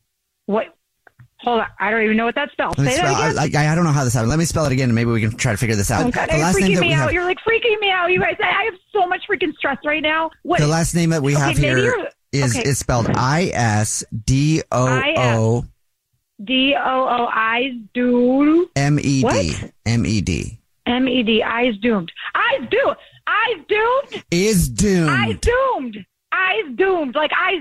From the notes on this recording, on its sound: set-up a friend or family member to wake up with The Jubal Show, phone prank style